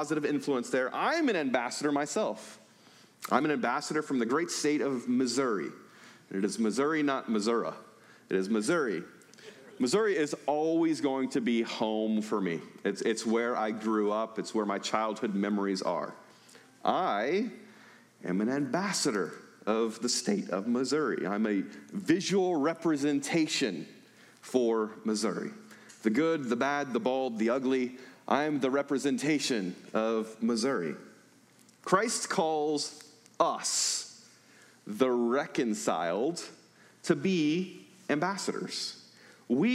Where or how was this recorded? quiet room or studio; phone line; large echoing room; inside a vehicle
large echoing room